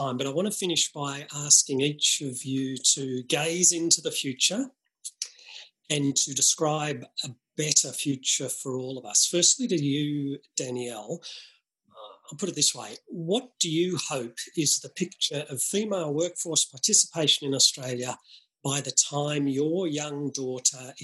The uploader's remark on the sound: Webinar recording